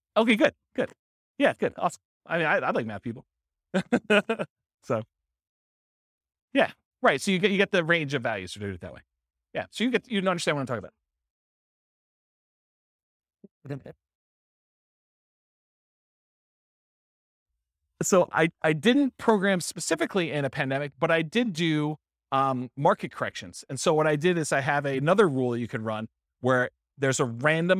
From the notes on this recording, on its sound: This was a live class recorded